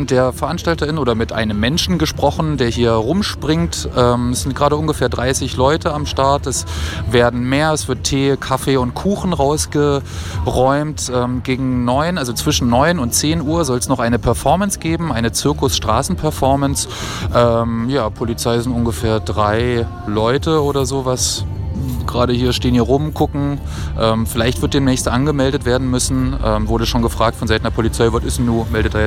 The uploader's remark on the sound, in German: Unsere Live-Berichte zur Räumung zum Nachhören.